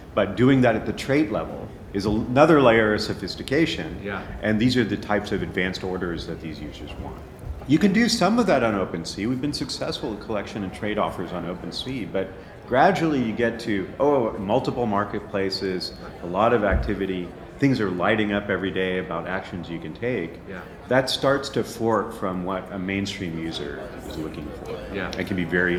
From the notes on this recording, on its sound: Live From Links NYC 2023